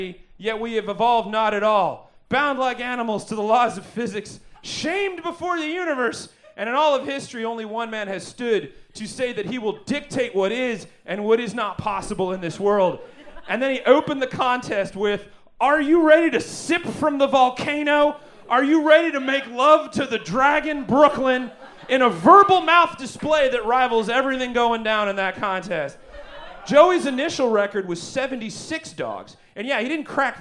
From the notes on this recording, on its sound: Recorded LIVE at Chicago’s Historic Green Mill Lounge on July 8th 2023